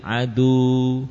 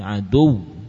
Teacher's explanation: Lalu wawunya betul-betul yakni bertumpu suaranya pada bibir. · Shown in: second take